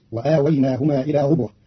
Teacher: قرأ قالون كلمة ربوة بضم الراء، فتصير وآويناهما إلى ربوة، والفتح والضم في لغة العرب.